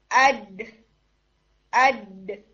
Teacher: तो मैंने क्या किया, मैंने अपने नॉस्ट्रल्स बंद कर दिए, तो वो साउंड उसके अंदर जा रही है लेकिन वो उसको अलाउ नहीं कर रहा कि वो रन करे वहां ना, क्योंकि नाक बाहर से बंद है तो आवाज बाहर नहीं जाएगी, इसलिए वो वहीं पर ब्लॉक हो रही है, वो साउंड में गुनना नहीं आ रहा और वो नून नहीं है। अड अड ये साउंड आती है जो almost closer to D sound है, ठीक है, या डा डा डा ये साउंड आती है नाक को बंद करके।